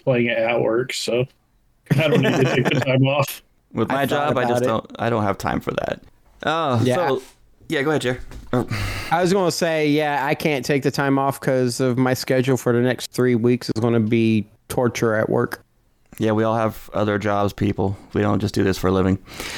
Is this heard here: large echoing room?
no